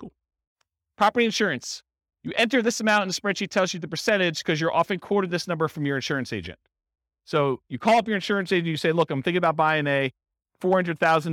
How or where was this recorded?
live audience